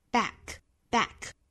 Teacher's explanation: back 也需要注意是梅花 a，大家不要在梅花 a 的后面去拖出元音了，不是 bike，应该是 back。大家如果不好发的话，发好了 a 之后去加前面的 b b a bb，让你的口腔肌肉呢去记住这个 b 这个音 backback。包括其他的词，比如说 bad，包括 bag。都是这个 back 这个音哈，我们去强化这个音，尤其东北的华北的同学哈，一定要注意不要拖音了，不是 bike，一开始口型就张错了。好，这句话美音我们再来读一下。 Life is